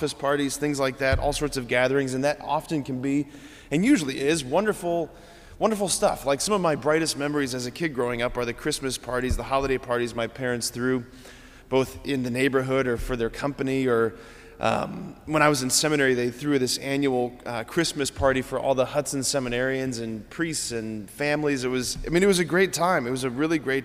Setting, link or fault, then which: setting, large echoing room